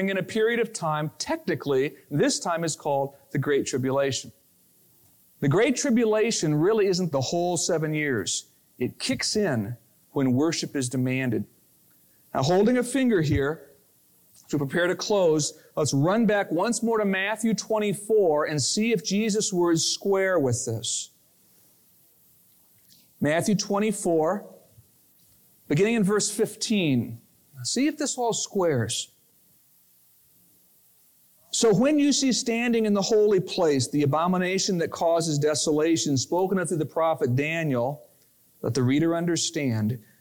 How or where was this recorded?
large echoing room